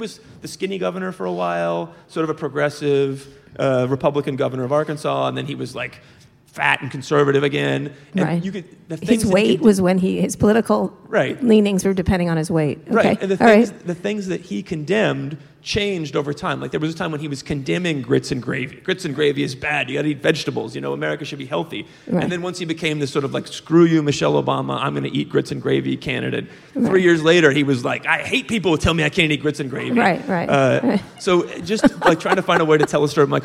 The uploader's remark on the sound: at the 2017 Texas Tribune Festival in Austin